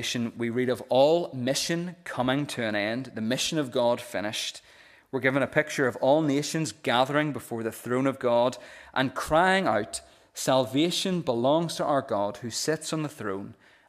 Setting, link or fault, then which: setting, large echoing room